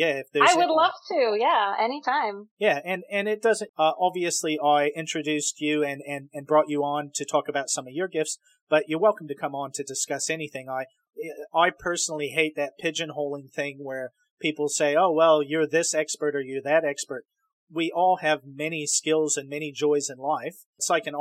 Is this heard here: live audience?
no